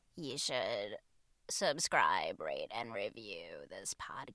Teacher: say it with the vocal fry. You should subscribe, rate, and review this podcast.